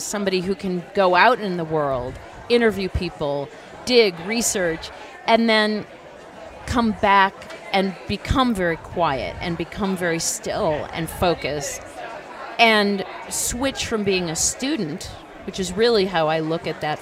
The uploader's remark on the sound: Both conversations are held at the Aspen Ideas Festival, where all of our guests are presenting.